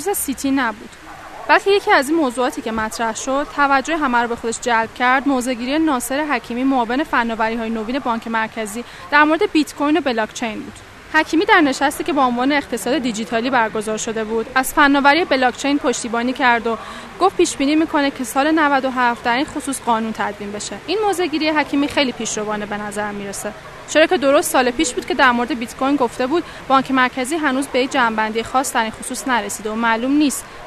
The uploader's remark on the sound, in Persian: این شماره از رادیو پیوست باعنوان آخرین تلکام پاییزی در حاشیه نمایشگاه تلکام 2017 ضبط شده است.